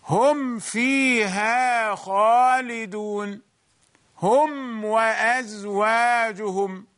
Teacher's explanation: واضح أننا نضم الشفتين لنظهر الميم · Term: إظهار